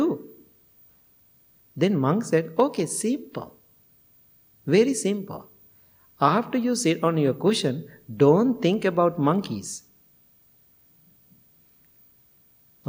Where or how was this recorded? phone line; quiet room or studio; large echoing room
large echoing room